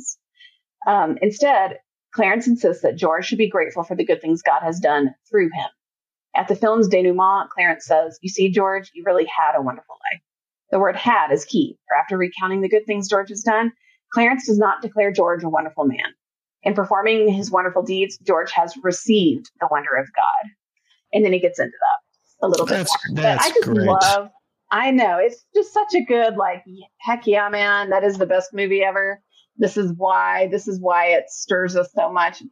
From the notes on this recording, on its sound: please note the sound quality is not up to our standards in this episode